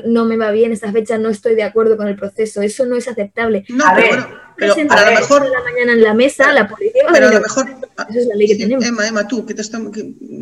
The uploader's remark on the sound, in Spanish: mesa de debate virtual